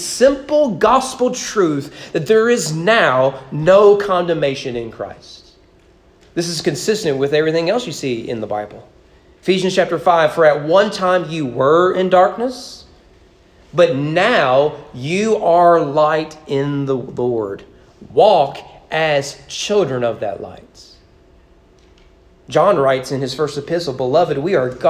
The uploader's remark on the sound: Sermon preached at East Frankfort Baptist Church on April 2022 during morning worship.